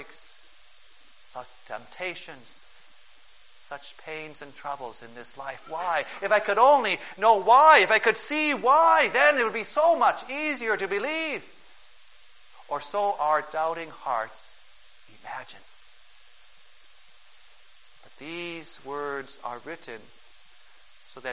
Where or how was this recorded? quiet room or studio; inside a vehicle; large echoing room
large echoing room